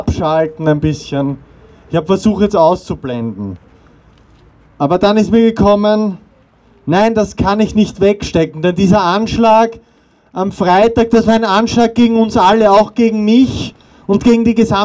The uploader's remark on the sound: O-Ton Mahnwache gegen den Brandanschlag auf Klimaaktivist*innen.